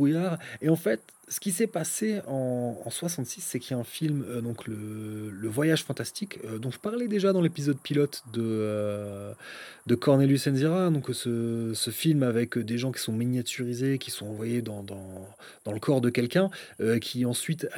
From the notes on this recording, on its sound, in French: Cet épisode a été enregistré en plein air, histoire de profiter des grillons et du son du clocher en terme d'ambiance sonore. Dès lors que l'on débute un enregistrement en extérieur, des promeneurs bruyants déboulent d'on ne sait où et des deux roues tonitruants arrivent de partout.